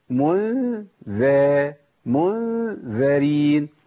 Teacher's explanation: هناك الغنه مرققه عشان الذال، الغنه تتبع ما بعدها